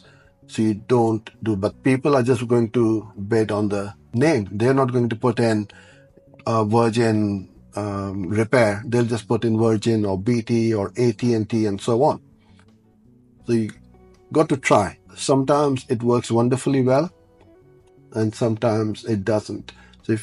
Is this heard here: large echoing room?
no